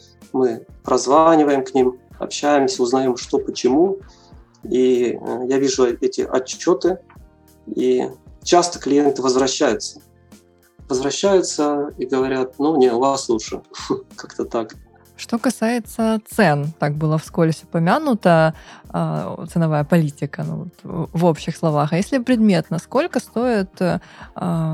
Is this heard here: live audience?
no